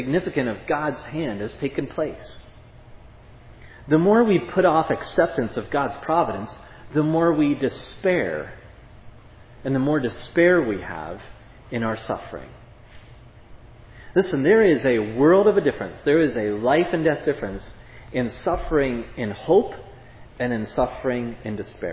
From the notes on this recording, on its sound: This sermon was preached at Providence Church